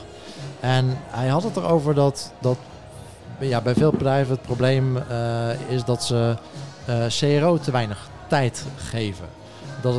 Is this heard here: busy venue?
yes